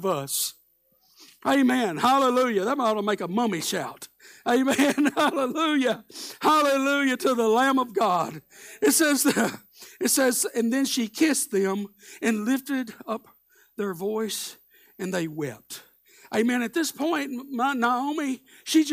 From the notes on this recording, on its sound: Live Sunday Morning Service